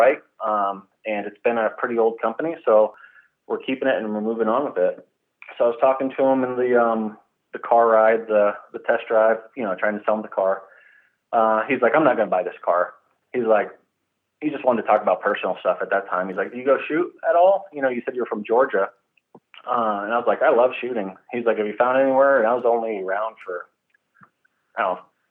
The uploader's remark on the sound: on the phone